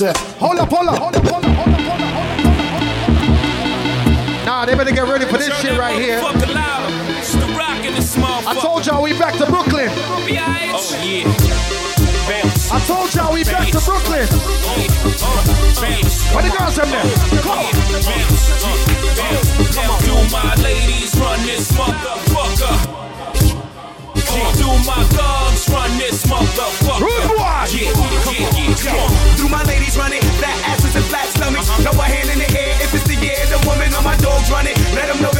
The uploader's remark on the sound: LIVE at AFTEEZ